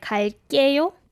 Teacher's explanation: it has to be in a tensed way in the second syllable